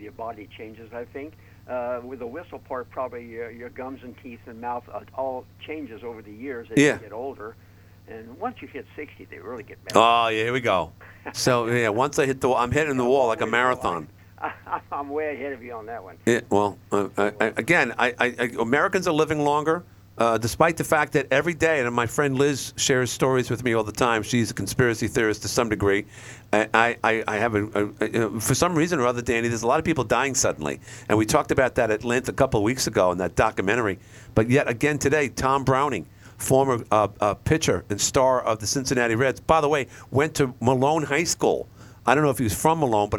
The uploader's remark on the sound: Called in from North Carolina.